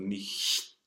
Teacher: at the end of nicht, we can really spit on the T to get that same feeling out. Especially not forget the CH in front of the T.